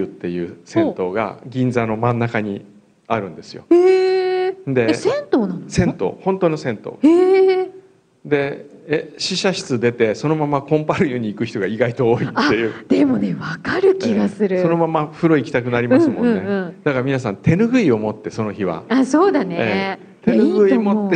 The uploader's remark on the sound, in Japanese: 今週は、栃木県鹿沼市から「FUTURESCAPE in かぬま」と題しまして公開生放送を開催しました！そのかぬまの会場から収録。